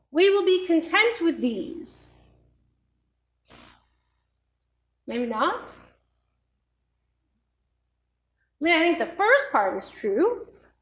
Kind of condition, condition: setting, large echoing room